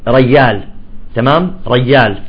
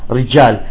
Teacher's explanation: لأنه المخرج واحد، فالياء قريبة من الجيم تطلع بدالها، يعني ما بيكلف نفسه أنه يضرب لسانه بسقف الحلق فتطلع ياء · Shown in: first take